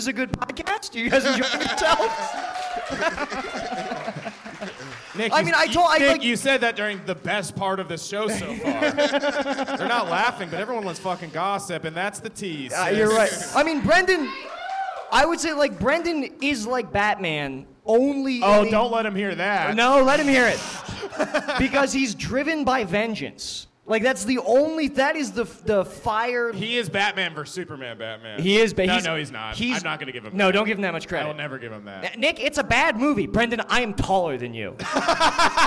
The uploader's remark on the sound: LIVE from the Ottobar